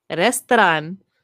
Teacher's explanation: you're doing a subtle roll. It's not like a full roll of that R.